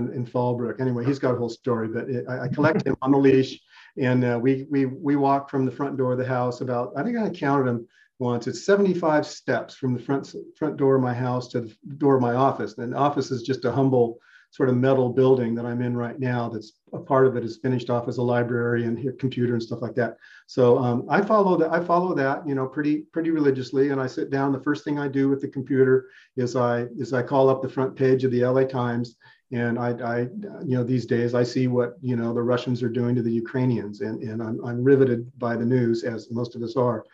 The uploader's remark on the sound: This interview was originally recorded as a Sisters in Crime Zoom event (which was Zoom-bombed, but that's another story)